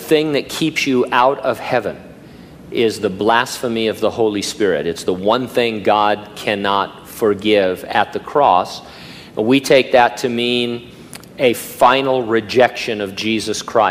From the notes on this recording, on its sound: during a live Q&A session at Calvary Hanford